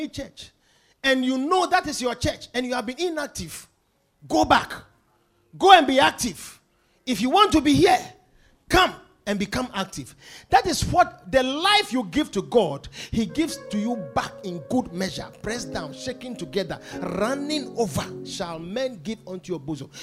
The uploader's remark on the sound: Preached at The Victory Secrets Service.